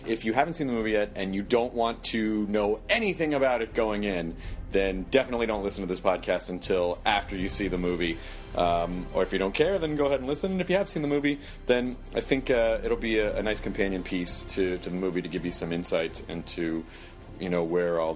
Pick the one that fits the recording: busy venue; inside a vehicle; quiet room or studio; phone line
busy venue